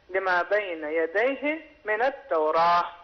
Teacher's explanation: آخر میں تے کی آواز کے بدلے ہے کی آواز آئے گی، تو اس طریقے سے ہونا چاہیے لما بین یدیہ من التوراۃ. · Term: وقف ابدال